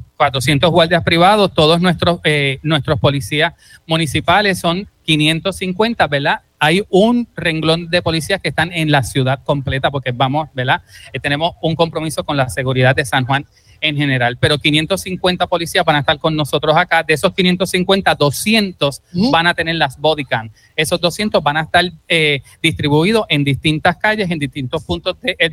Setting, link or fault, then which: setting, busy venue